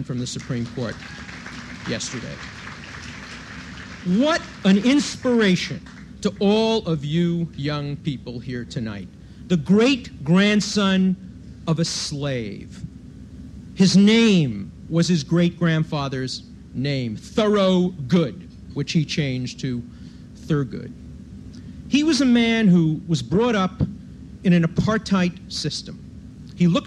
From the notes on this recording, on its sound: recorded at the 1991 Academy of Achievement Summit in New York